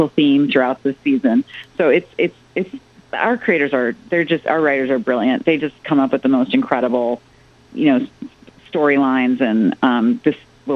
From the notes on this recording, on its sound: called in on September 22, 2017